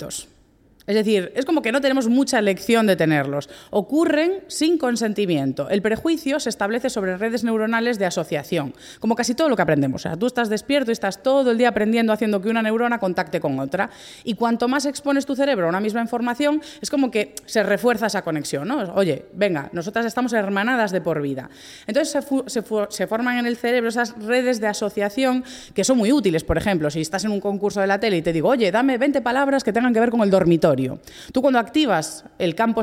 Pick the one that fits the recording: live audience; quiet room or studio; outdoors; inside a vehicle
live audience